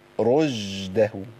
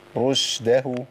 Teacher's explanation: ما أقولش رشده، أنا كده أبدلت إيه؟ أبدلت الشين بجيم. لازم أظهر صفة التفشي · Shown in: second take